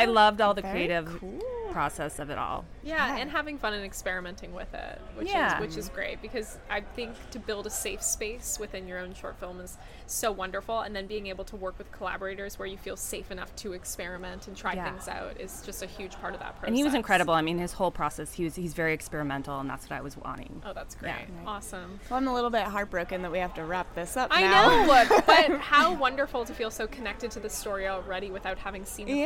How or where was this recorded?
busy venue